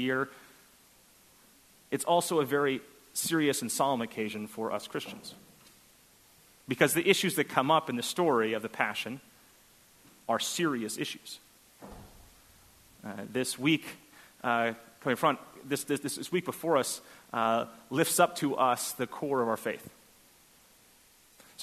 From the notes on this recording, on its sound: at First Congregational Church of Houston